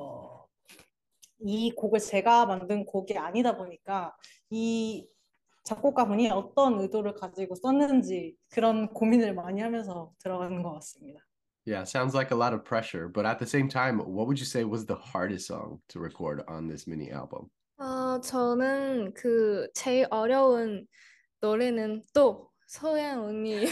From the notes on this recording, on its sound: on Zoom for an interview